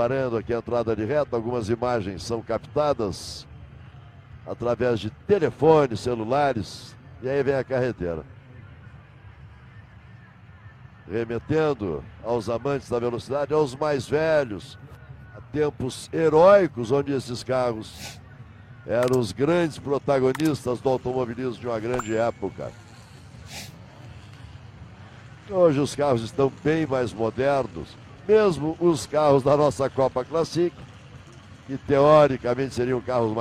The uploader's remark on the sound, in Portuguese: Transmissão AO VIVO da 1ª Etapa 2022 (corrida 2), da Copa Classic RS, direto do Autódromo de de Guaporé (RS), como preliminar das 12 Horas de Guaporé.